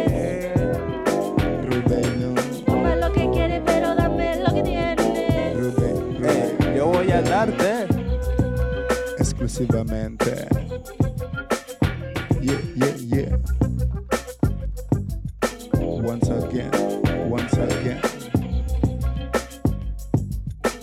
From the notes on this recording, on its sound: At Marabu Bar La Buga Livingston Guatemala.